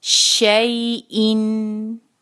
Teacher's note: جب آپ یا کو سکون کے ساتھ ادا کر رہے ہوں تو اس بات کا خیال رکھیے گا کہ اس کی آواز اے کی طرف نہ جائے بلکہ ای کی طرف جائے